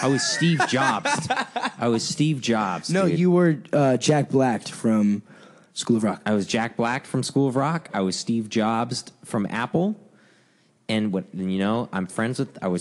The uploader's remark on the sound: RECORDED LIVE IN LA.